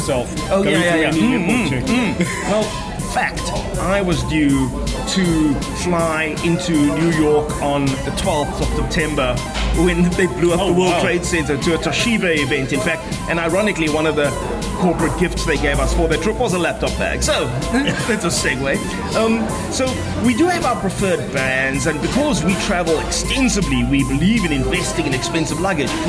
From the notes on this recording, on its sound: Recorded at browniesdownies. Recorded at browniesdownies.co.za.